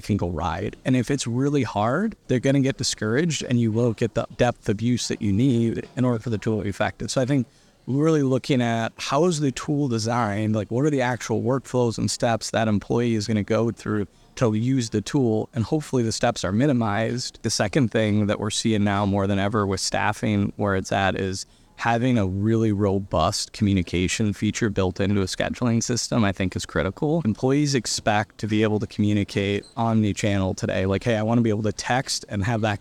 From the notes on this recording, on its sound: This episode was recorded at the NIC Fall Conference .